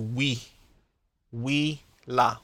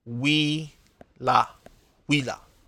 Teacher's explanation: Okay, because this word does not begin with an okina, there is no okina at the beginning of this word, therefore we don't say ooh-wee-la, we just say wila. The U and the E will glide together, right? They are a diphthong, and the sound changes to we.